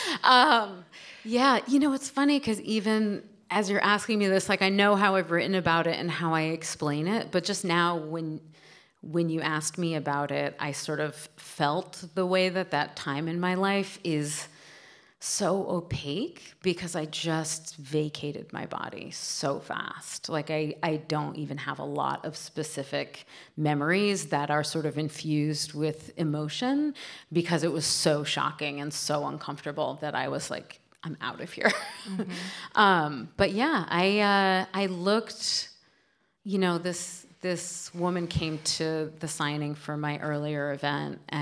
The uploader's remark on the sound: we bring you an event from the 2022 Portland Book Festival